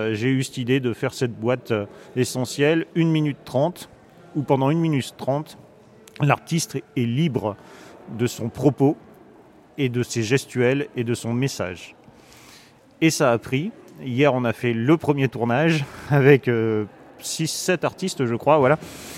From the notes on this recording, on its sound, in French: Musique live &amp; orchestre, parvis &amp; coucher de soleil, montagne et micro tendu à une passante. Nous avons tendu notre micro au collectif Cultures essentielles en lutte - Isère qui mène l'occupation de la MC2. Musique live & orchestre, parvis & coucher de soleil, montagne et micro tendu à une passante : c'est aussi le son d'une scène nationale inaugurée par André Malraux en 1968.